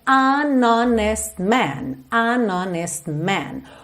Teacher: Normalmente a letra H em inglês tem esse som h. Mas aqui na palavra honest, o H é mudo